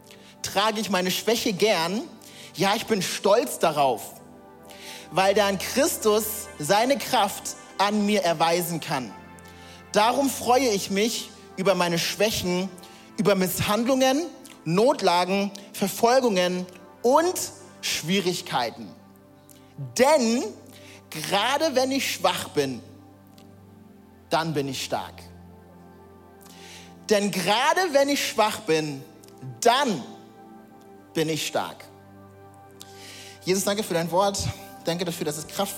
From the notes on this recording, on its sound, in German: Audiomitschnitt der Predigt